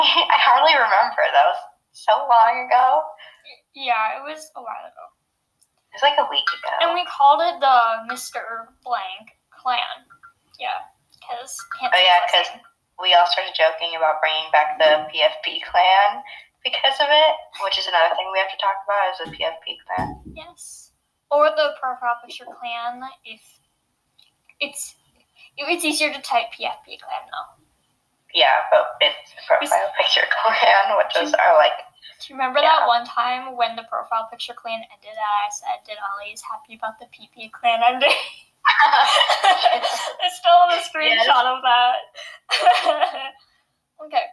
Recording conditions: poor sound quality